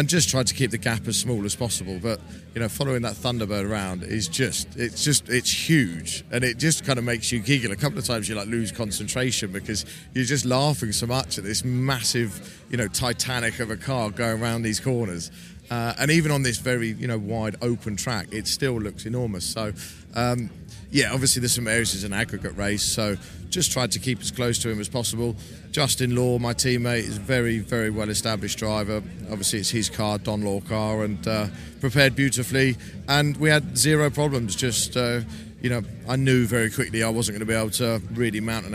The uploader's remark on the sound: A feature-length podcast recorded at the 2023 Goodwood Revival Meeting. This feature-length episode also captures some of the many atmospheric sounds from the event and the hub of activity, the assembly area.